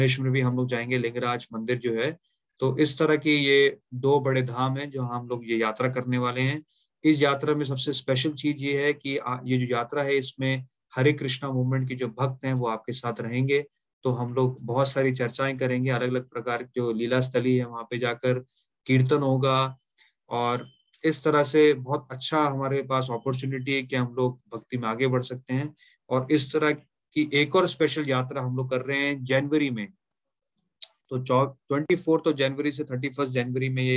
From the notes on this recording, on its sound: Zoom recorded class